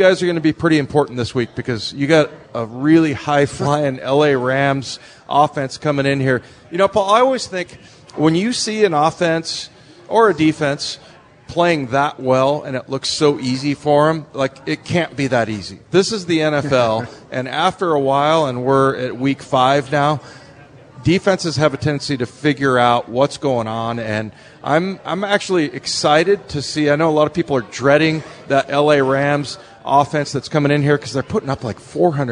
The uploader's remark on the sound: sit down live at Pearl Seafood and Oyster bar in Lincoln Square